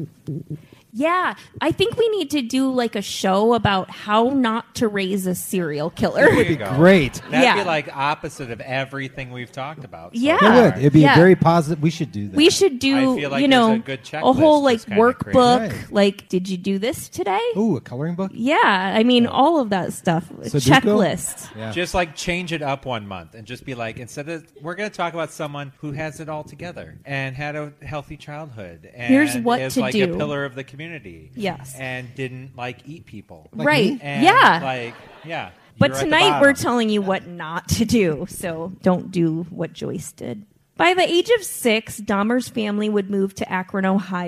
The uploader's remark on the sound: Live Brewery Show. Live From The Brewery!